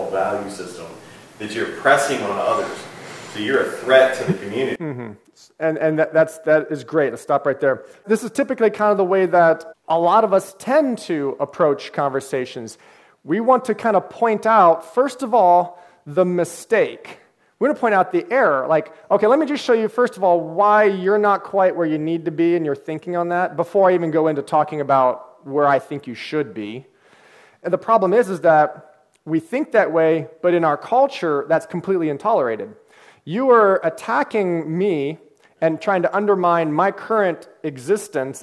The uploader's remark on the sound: The apologetics conference held in Paduc ah, KY last June. The apologetics conference held in Paduc ah, KY last June. I also included the questions and comments, which went for another half hour.